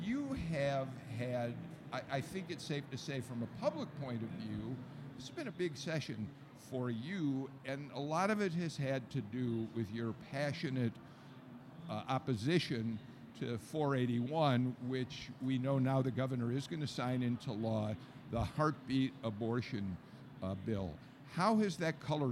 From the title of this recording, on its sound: Live From The Capitol On Sine Die